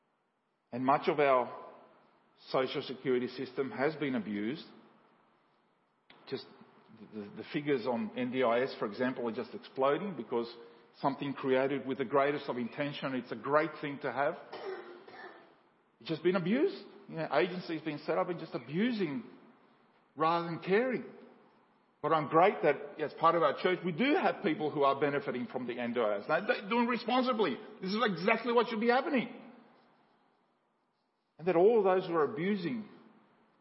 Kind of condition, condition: setting, large echoing room